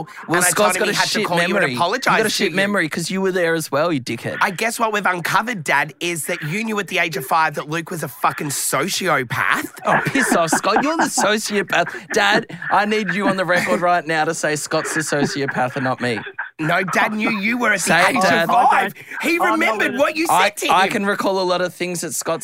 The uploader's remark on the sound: This phone call unfolds to something so unbelievable.